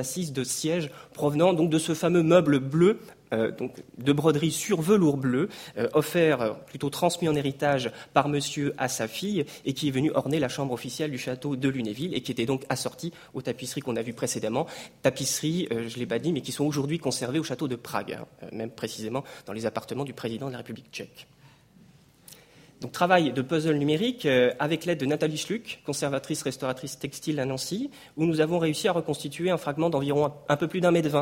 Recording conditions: large echoing room